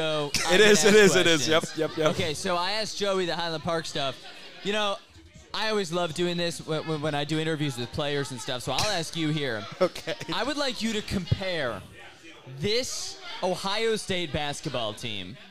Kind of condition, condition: setting, live audience